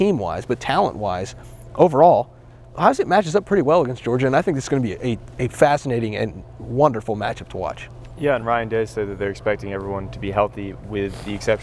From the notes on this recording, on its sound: Met with the media for his press conference to preview the Bulldogs.